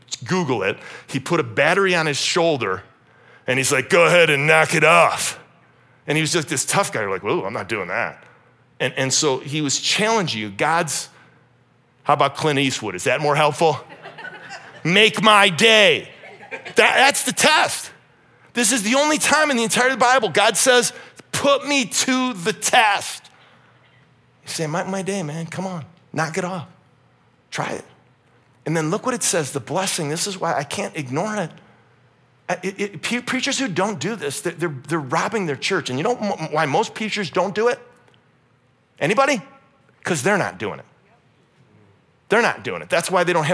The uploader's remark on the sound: This message was originally preached at Highpoint Church on Sunday, April 2, 2023.